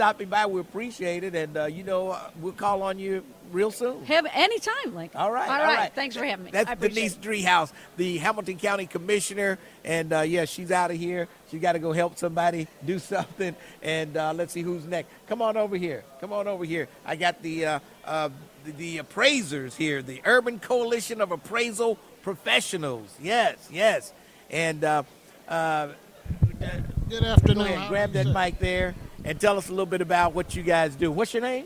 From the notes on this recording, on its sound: Live from the 513 Relief Bus!